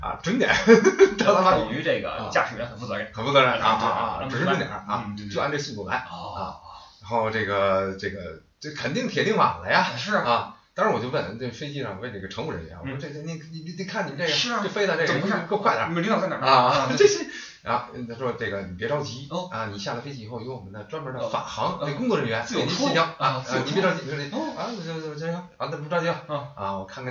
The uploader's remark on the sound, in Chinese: 出门在外没带专业话筒，音质抱歉